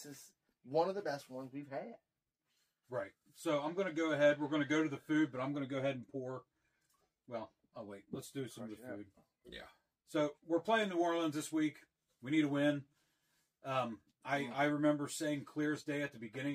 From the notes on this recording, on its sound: WE are sorry for the audio this week